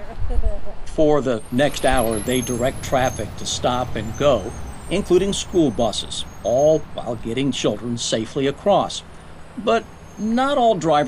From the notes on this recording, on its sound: She stands in the middle of a school crosswalk on busy Clays Mill Road in Lexington. Blows her whistle to stop traffic in front of Clays Mill Elementary School.